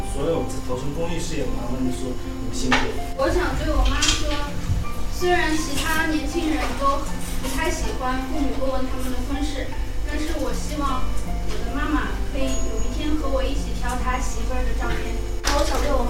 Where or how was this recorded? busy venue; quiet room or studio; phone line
busy venue